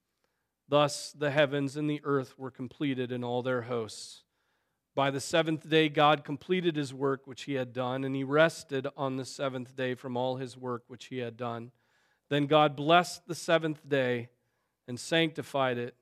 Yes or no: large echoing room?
yes